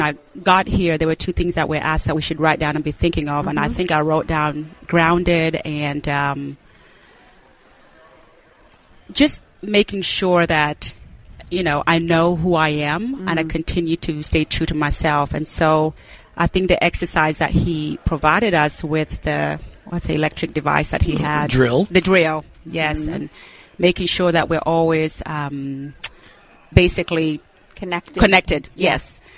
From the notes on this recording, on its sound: We interviewed business owners and leaders from across the spectrum at this year’s Workmatters Conference in Rogers, Arkansas